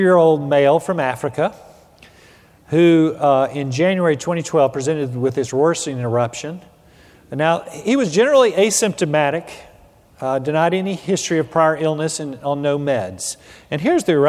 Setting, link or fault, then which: setting, busy venue